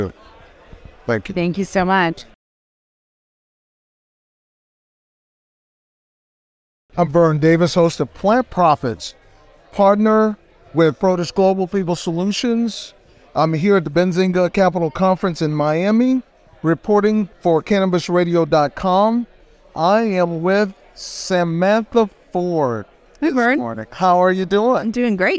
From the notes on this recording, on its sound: at The Benzinga Cannabis Capital Conference